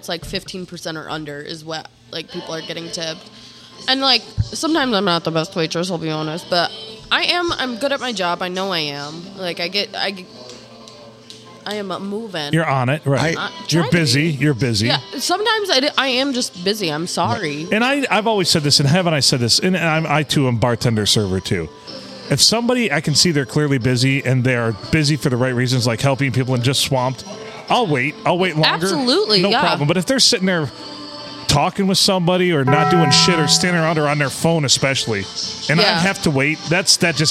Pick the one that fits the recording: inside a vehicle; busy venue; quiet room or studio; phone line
busy venue